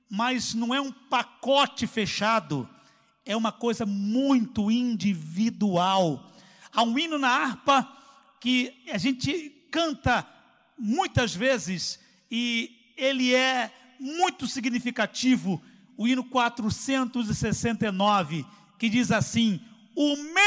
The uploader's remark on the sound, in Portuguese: CULTO AO VIVO